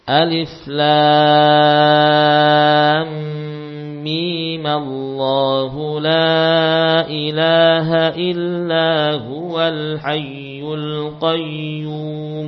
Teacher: sekarang kita mempraktikkan dengan ukuran mad pada mim 2 harokat saja